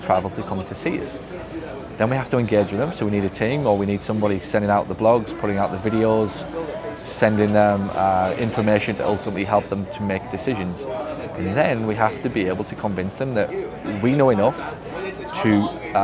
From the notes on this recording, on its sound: this one is filmed on location at Seaport Village, “San Diego”.